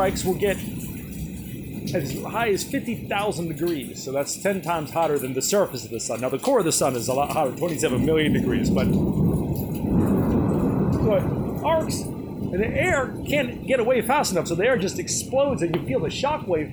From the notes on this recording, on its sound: Just HAD to cover this afternoon's epic rainstorm - live from the front porch!